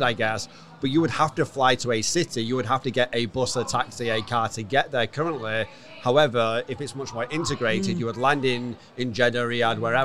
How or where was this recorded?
busy venue